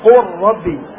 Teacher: فاللام تدغم في الراء إدغاما كاملا